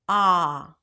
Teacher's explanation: you want to relax your jaw, relax your lips, open your mouth, and pronounce it as a back open ah sound